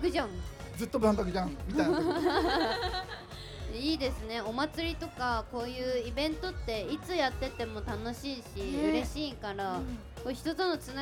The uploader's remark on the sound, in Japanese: ABCラジオまつりでの公開収録の模様をお届け！万博記念公園で行われた「ABCラジオまつり2023」での公開収録の模様をお届けいたします！